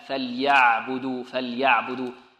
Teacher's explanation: فليعبدوا هنا كلها مرققة، والعين كذلك ترقيقها آكد، لأن بعض الطلاب ربما يفخمها، يقول فليعبدوا، فليع، لا، فليعبدوا، فليعبدوا، لابد من تلطيفها، لابد من تلطيف العين.